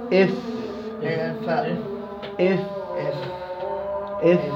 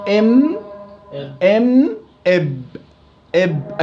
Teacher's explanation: اذا اف بستخدم الشفه السفلى، والميم والباء بستخدم الشفتين. اذا الفاء مخرج خاص، ما احد بخرج معها بنفس المخرج.